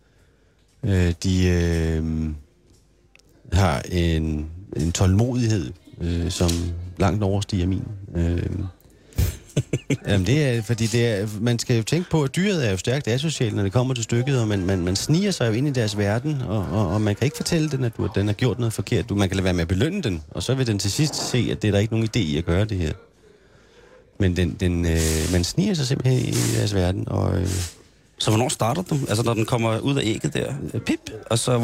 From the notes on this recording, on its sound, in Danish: Der sendes live fra Musikhuzet i Rønne på Bornholm.